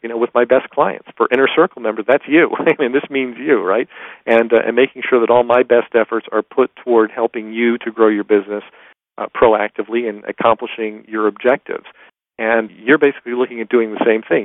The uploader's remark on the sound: excerpt from a live Top Secrets teleconference